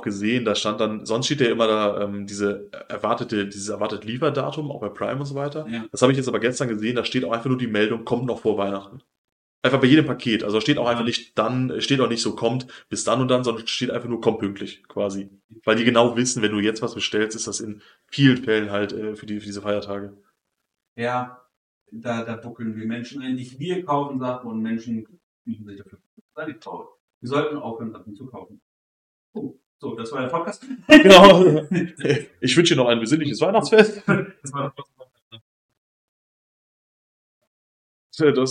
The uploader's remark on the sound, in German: Der Ton ist mal wieder eine Katastrophe